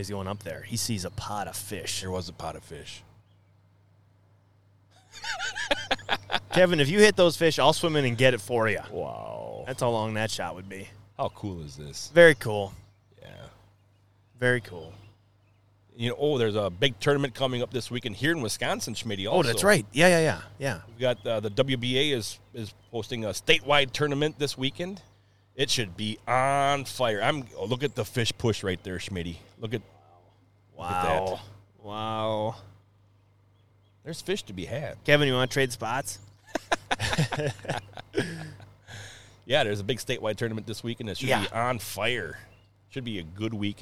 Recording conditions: outdoors